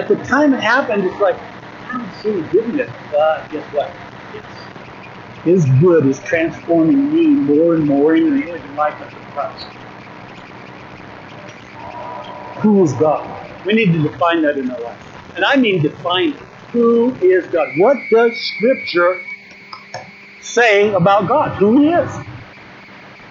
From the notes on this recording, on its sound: 2023 Winter Retreat Session 1. We apologize for the audio quality.